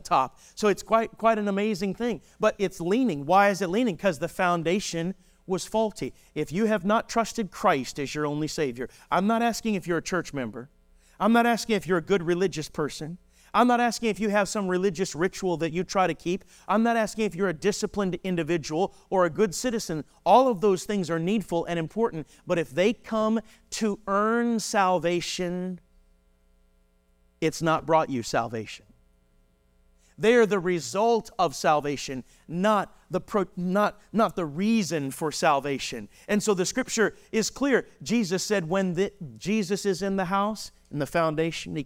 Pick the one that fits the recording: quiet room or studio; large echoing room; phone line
large echoing room